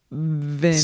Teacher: See how you're using the bottom of your front teeth on your bottom lip?